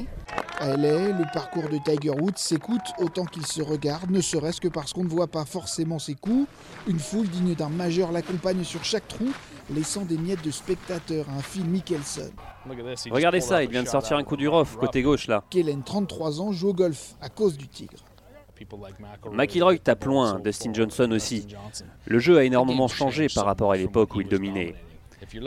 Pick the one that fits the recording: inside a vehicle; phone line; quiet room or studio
phone line